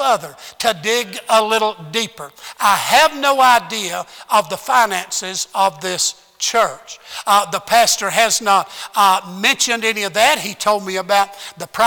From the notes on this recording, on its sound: at Heritage Baptist Church, Lawrence Kansas on Sunday AM, March 14th, 2021